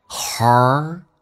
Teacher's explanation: 重度卷舌，整个舌身往回卷，卷到极限